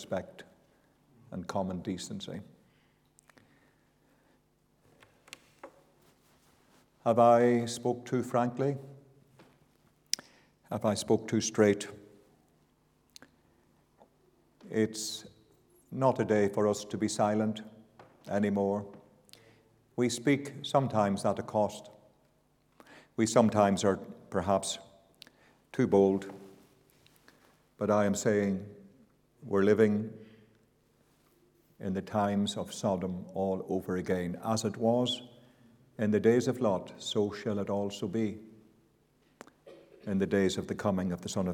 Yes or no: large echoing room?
yes